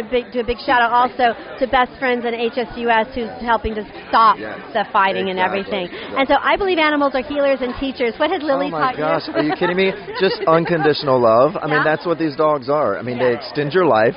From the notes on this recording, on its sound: We Are Live on the Green Carpet! Live on the Green Carpet for the CW Television Network Special presenting the inaugural "World Dog Awards!".